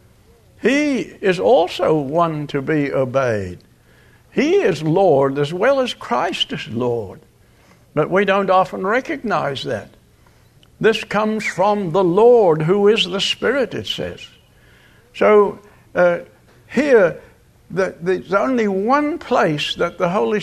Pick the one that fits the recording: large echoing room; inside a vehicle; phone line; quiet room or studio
large echoing room